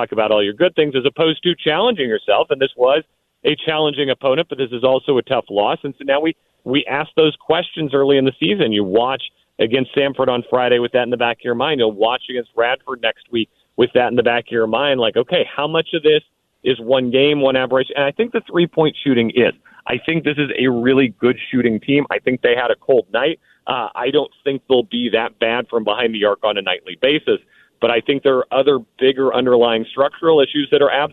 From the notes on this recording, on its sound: Next, we get a call on the Hadeed Mercer Rug Cleaning Hotline